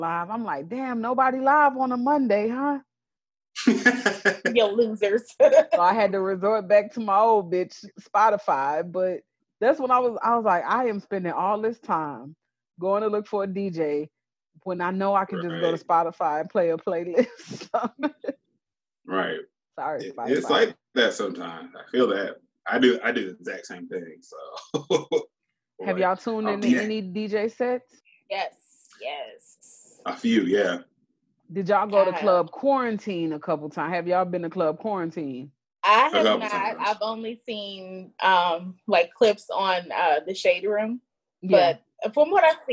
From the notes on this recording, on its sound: With the implementation of social distancing we've taken to video chatting to record our episodes.